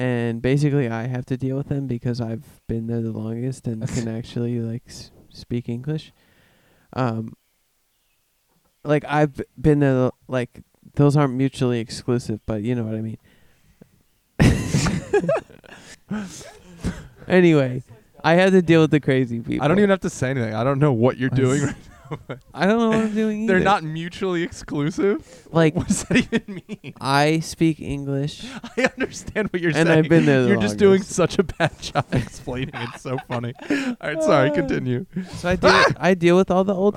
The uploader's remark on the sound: get together in person outside for the first time since the quarantine started with a couple of friends who are really bad at talking into the microphones